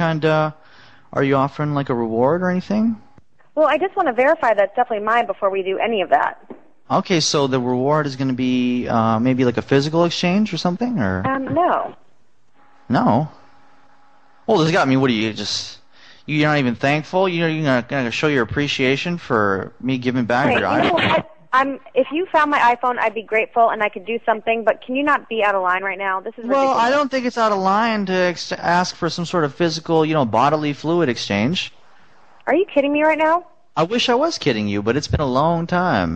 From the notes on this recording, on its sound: …'s Personal Prank Phone Calls Collection: Found Lost Phone.